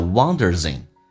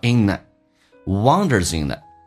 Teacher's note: Wonder 后面加 S 发 Z 这个发音，跟 in 有一个连音叫 wondersin